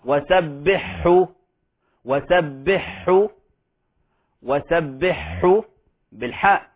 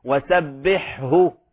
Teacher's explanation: الخطأ قلب حرف الهاء حاء · Shown in: first take